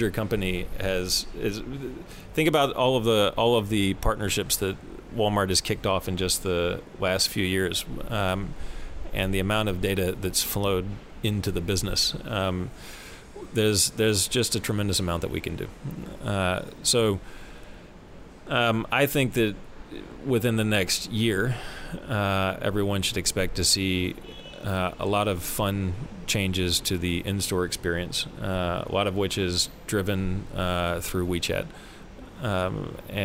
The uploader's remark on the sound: live from TechCrunch Shenzhen